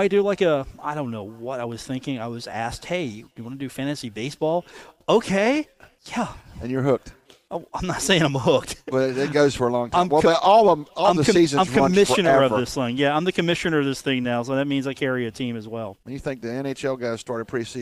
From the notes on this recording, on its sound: Broadcast live from The Union Pub and Grill in Huntington. The dog that's hanging out at The Union.